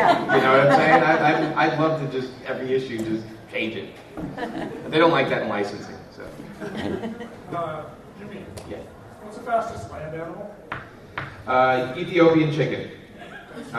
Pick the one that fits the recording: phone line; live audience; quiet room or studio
live audience